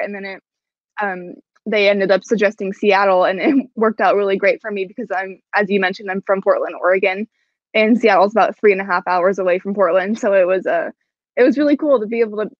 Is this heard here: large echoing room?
no